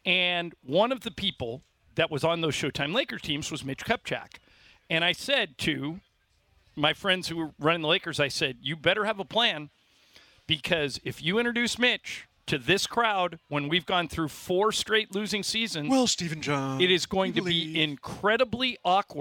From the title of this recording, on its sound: LIVE From Ralphs in Redondo Beach!